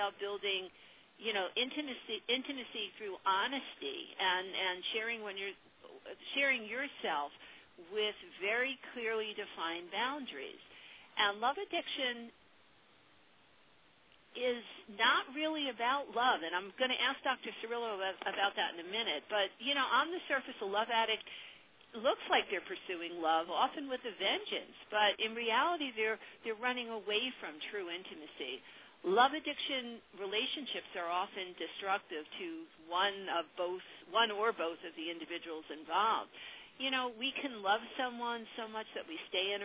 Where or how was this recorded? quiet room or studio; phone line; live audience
phone line